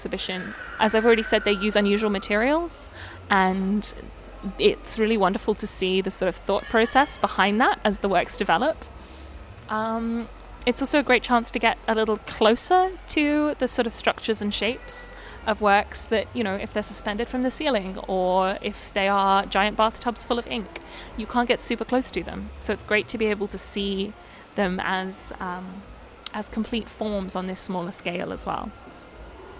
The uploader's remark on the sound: This episode also has a return to the background noise plague, sorry.